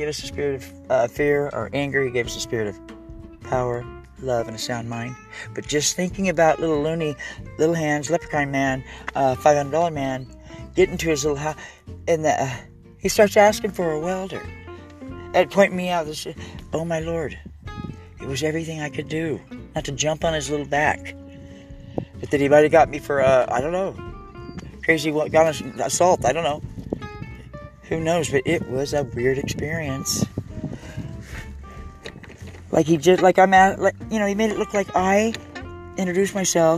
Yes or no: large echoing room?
no